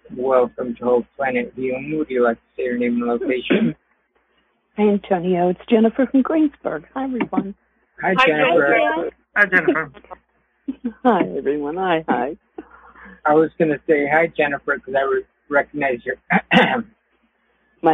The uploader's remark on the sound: Conference Call LIVE, July 18, 2022